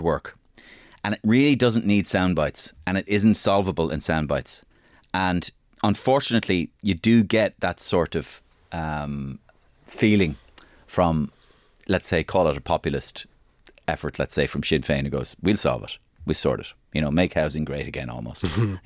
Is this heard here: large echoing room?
no